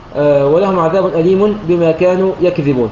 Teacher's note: بفتح الياء وإسكان الكاف لأجل التخفيف، وتخفيف الذال يعني بدون تشديد، ولكن حركة الذال باقية كما هي مكسورة